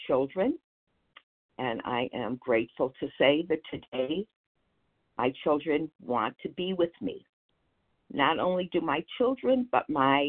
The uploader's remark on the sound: 100 Pounders Phone Meeting, 4/30/23.